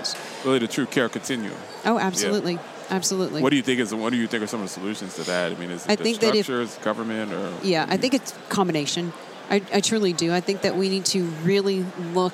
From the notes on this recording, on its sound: At the HFMA Conference in Nashville.